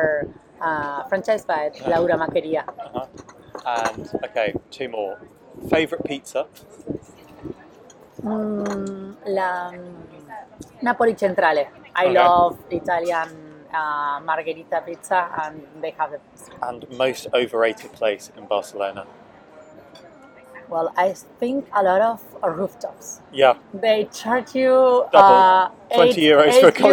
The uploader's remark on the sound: Omama's Pasteleria, Barcelona. Apologies in advance for the background noise and the wind - my microphone is still on the way and we were talking outside on a busy Saturday morning!